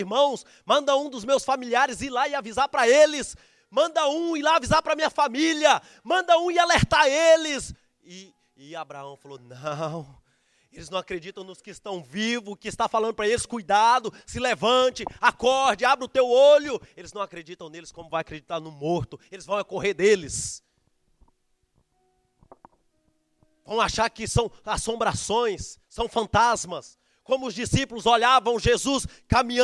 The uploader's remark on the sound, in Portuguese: Gravado no nosso culto de jovens, Gerados Night.